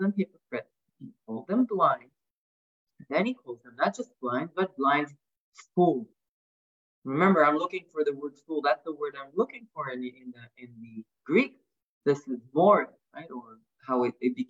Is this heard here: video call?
yes